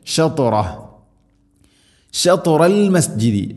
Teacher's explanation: ത ഉച്ചരിക്കുമ്പോൾ നാവിൻ്റെ മധ്യഭാഗം അണ്ണാക്കിലേക്ക് ചേർന്ന് നിൽക്കണം. ഷത് ഇത്തുബാഖ് എന്ന് ആ ഒരു സിഫത്ത് പ്രത്യേകം കൊണ്ടുവരണം.